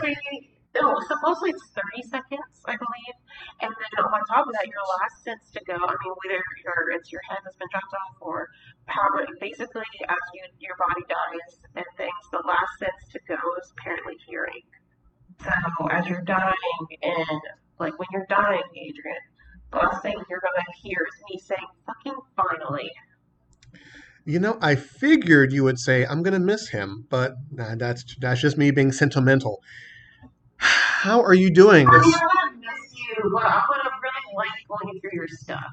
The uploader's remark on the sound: WE APOLOGIZE FOR THE AUDIO ISSUES.